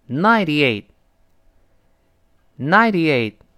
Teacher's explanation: 三十八点八度，这确实发高烧了。那那到了那儿呢，我们当时住在这个美国的亚利桑那州啊，这个，这个图森市，那旁边是沙漠，那，所以呢，到中午特别热，我就开这个空调，结果遥控器呢，我一看多少度呢？七十六度，我说这不是热死人了吗？哎，一看旁边，哎，也是华氏，他们生活中华氏用得多，这个要了解。那，他说，The temperature has hit ninetyeight，已经到达华氏九十八度了。那这九十八度呢，读慢了是 ninetyeight。读快之后呢这个 ninety 会浊化成 ninety， ninety 中间这个字母 T 会轻轻浊化成的。那 eight 最后那个 T 失去爆破